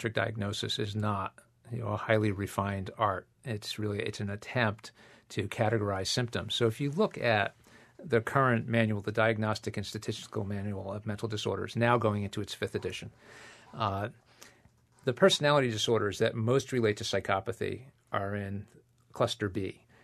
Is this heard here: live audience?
no